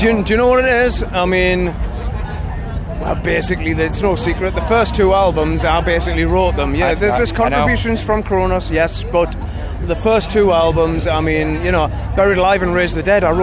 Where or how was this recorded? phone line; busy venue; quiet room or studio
busy venue